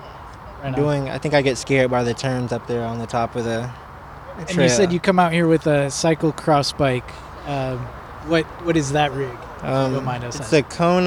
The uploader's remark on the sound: Loaded up the mobile recording equipment and headed out to Gateway Green, the first bike park in Portland, Oregon. Gateway Green is located in East Portland and offers an asphalt pump track as well as single track trails.